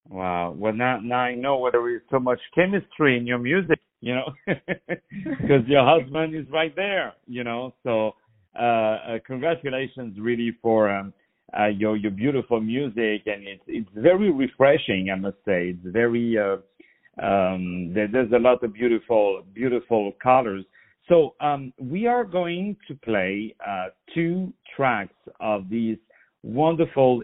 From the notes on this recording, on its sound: On the phone